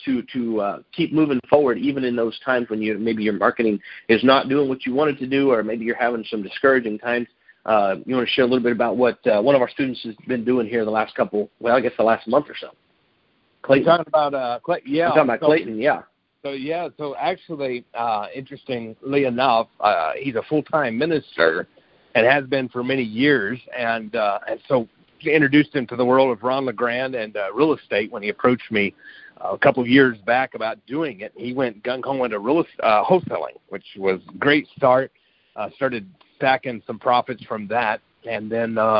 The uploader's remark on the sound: Gold Club Q&A Call